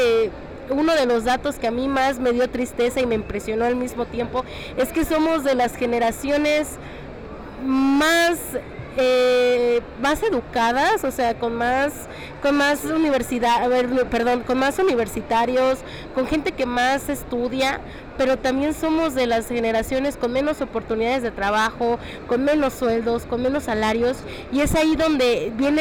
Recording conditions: busy venue